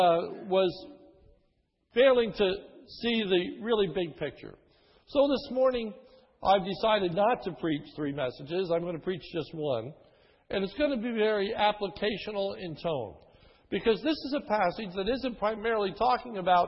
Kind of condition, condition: setting, large echoing room